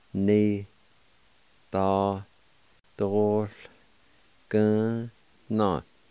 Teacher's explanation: In this word, the A with the L will be silent. And right before the L, there's kind of a faint aspirated sound or like an H sound